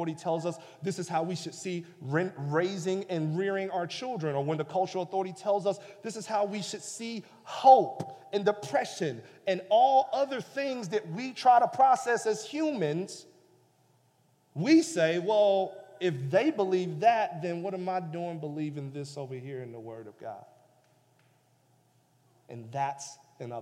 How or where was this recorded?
large echoing room